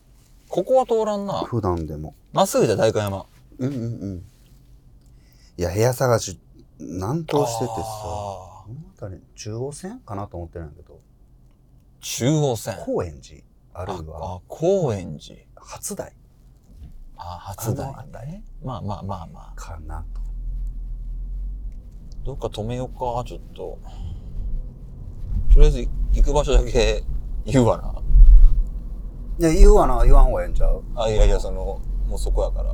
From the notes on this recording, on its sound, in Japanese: Enjoy Drive!・台場〜青山〜渋谷・。今週は羽田からお台場、南青山を経由して渋谷へと向かう車内での収録をお届け！その根幹を車内の揺れで誤魔化しながらの、番外編としてお楽しみください。